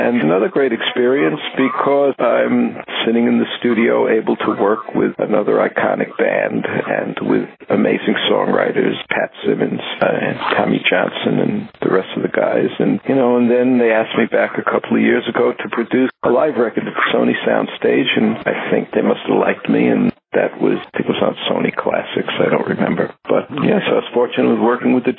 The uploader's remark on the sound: This interview recorded over the telephone was done a few years back.